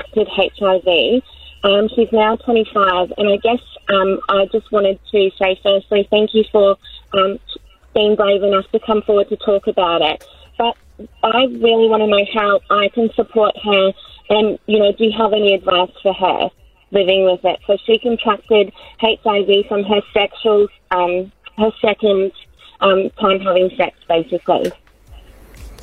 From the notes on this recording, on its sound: opened the phone on any questions you'd like to ask him